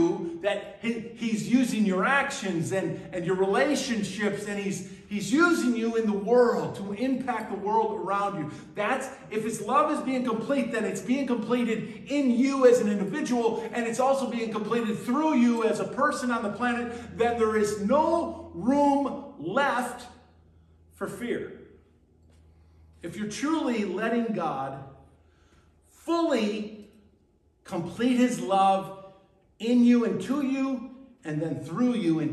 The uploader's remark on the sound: at Burlington Christian Church on October 22nd, 2023